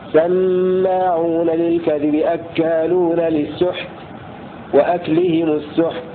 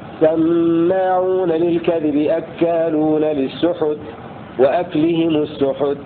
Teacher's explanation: قرأ بإسكان الحاء نافع وابن عامر وعاصم وحمزة في كلمات السحت · Shown in: first take · حيثما جاءت في القرآن، نحو سماعون للكذب أكالون للسحت وأكلهم السحت بإسكان الحاء.